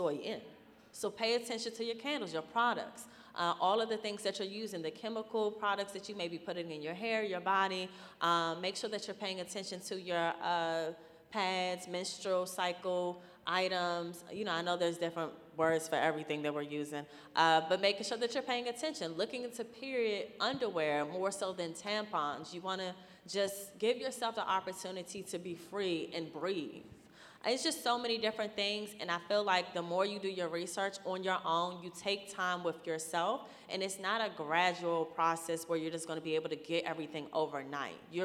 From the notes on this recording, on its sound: Live Panel Discussion. Here in Baltimore.